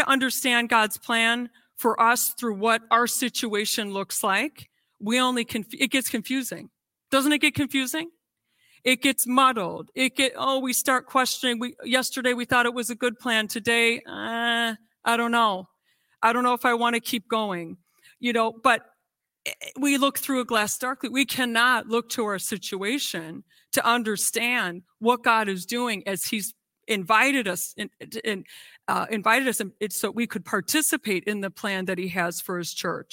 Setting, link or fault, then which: setting, large echoing room